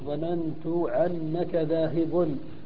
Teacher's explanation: عنعنة ربيعة، وهي إبدالهم الهمزة عينا بقولهم ظننت عنك ذاهب، يريدون ظننت أنك ذاهب.